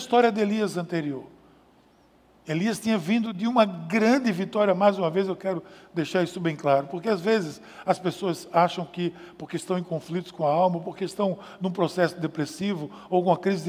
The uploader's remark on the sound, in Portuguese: Podcast gravado na PAES Piedade no dia 22/06/2020.